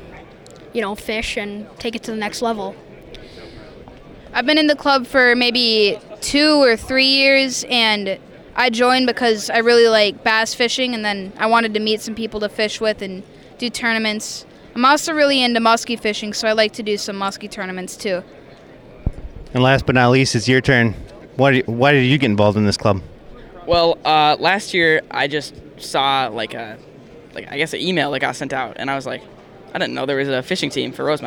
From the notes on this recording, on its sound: Guide Panel Live from the Minnesota Muskie Expo. This week we record live from the Minnesota Muskie Expo.